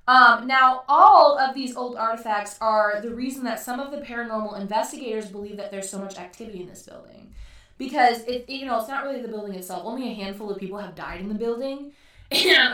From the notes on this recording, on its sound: audio is rough as this was our first time recording